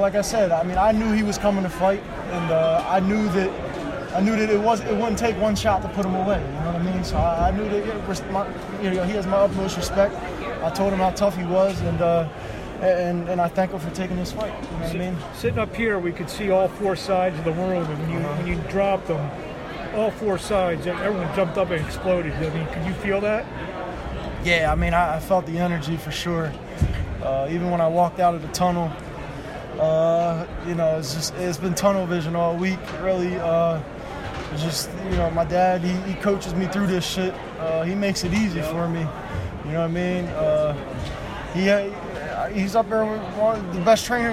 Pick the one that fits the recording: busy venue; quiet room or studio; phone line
busy venue